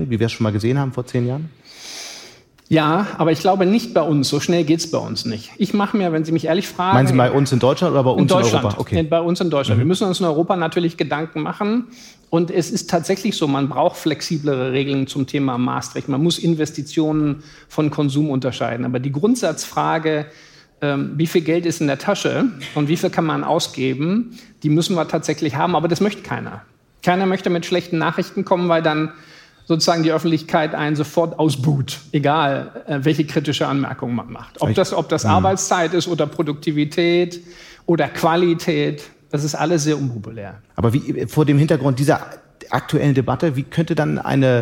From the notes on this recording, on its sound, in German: Live-Podcast